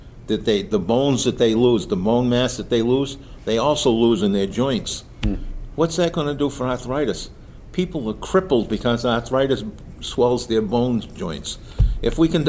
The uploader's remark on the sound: Live! from the 2023 Aerospace Maintenance Competition